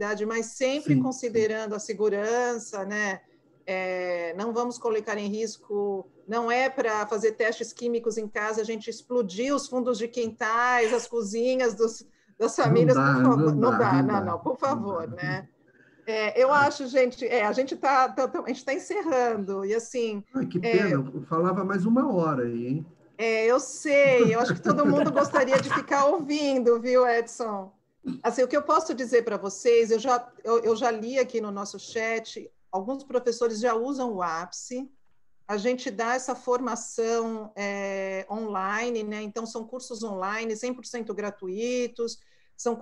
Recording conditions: video call